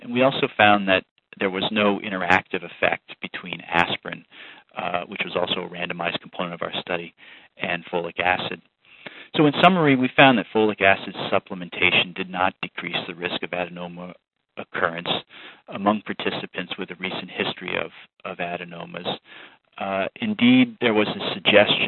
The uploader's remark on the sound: July 2007 Author in the Room® Teleconference